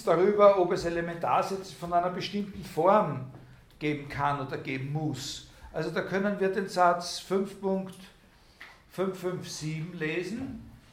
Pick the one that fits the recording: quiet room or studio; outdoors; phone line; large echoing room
large echoing room